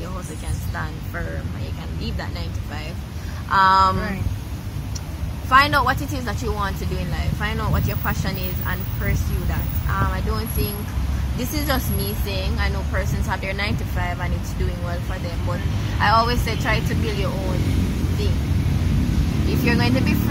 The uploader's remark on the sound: We had a wonderful time walking and talking in the gardens of the beautiful Pegasus Jamaica Hotel in the heart of Kingston Jamaica